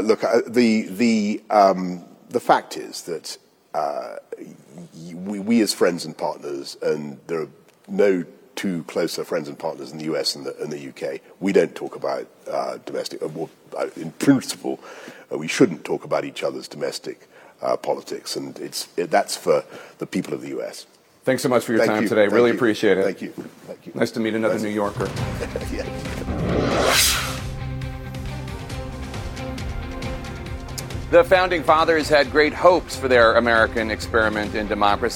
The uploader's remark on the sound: live from the G7 Summit in Krun, Germany